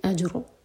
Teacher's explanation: رو کو ساکن کر کے رکیں گے تو رو ہیوی ہوگا